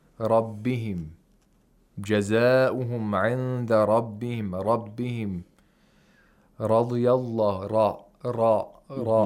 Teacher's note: Pay attention to how ra is pronounced with a fatha. It's pronounced with tafkhim. Thickly. With thickness.